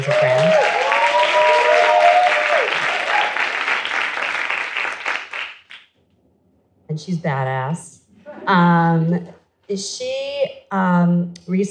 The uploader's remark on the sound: Recorded at the Guild of Music Supervisors 4th Annual 'State of Music in Media' Conference held at USC on September 15th, 2018.